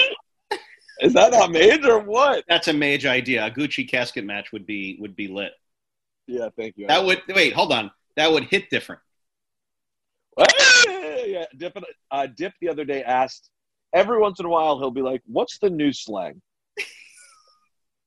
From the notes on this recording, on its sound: jump on a zoom